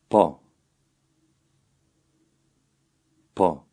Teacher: the Albanian P is also less explosive than its English counterpart